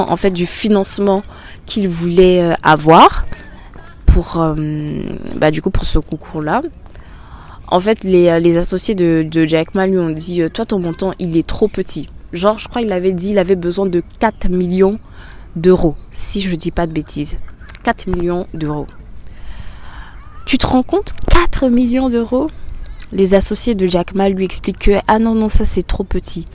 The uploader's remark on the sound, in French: Le format de cet épisode est spécial, car je suis en extérieur, il y a pas mal de bruit autour et à plusieurs reprises, je change de sujet en attendant que le bruit passe.